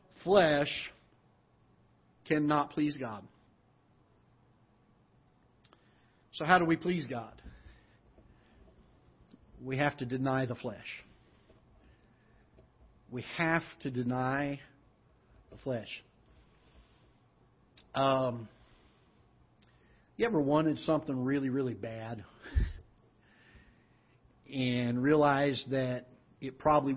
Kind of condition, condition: setting, large echoing room